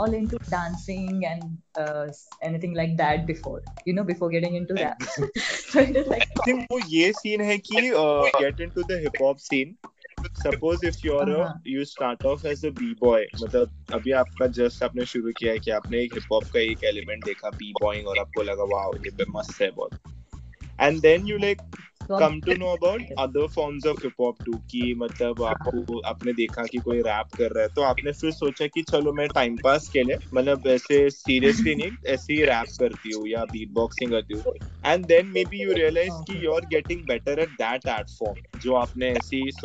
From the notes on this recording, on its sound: Kindly excuse the glitches in the call recording, my 'not so strong internet connection' didn't help us at all.